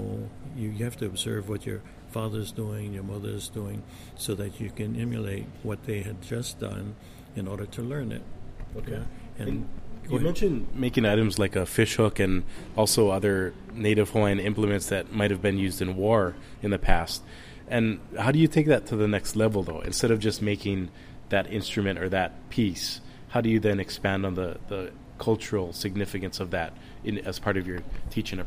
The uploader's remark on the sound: Joins Ka Piko Podcast from the He Au Honua indigenous education conference on Maui.